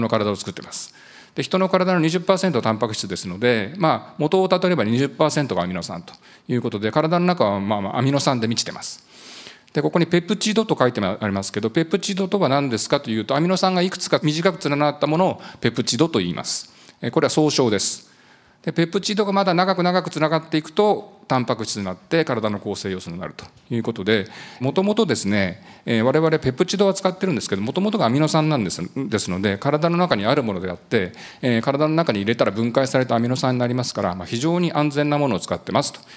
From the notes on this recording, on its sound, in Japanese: 2023年1月28日、東京・三田で行われた「ラジオNIKKEI … 注目企業ＩＲセミナー」